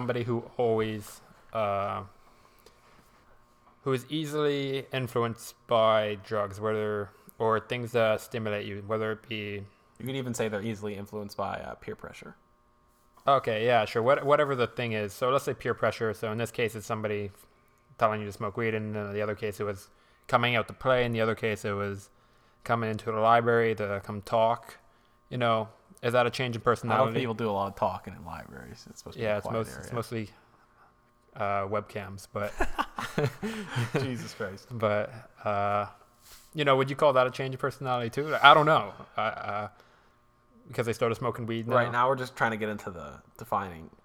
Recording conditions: hum or buzz